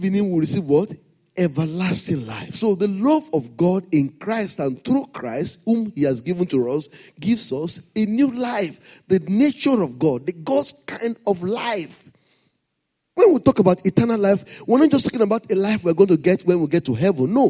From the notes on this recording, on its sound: Sunday Service message preached. RCCG Lagos, Nigeria.